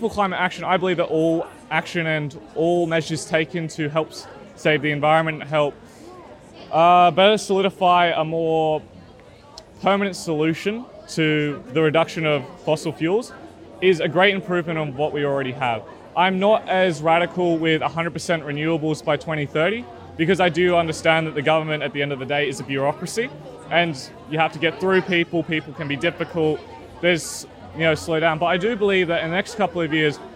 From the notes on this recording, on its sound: I interviewed four students from Kirrawee High School, protesting at a School Strike for Climate rally outside Australian Prime Minister Scott Morrison's electorate office in Cronulla, in south east Sydney.